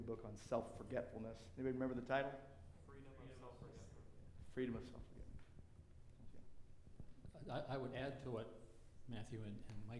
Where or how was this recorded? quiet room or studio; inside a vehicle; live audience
live audience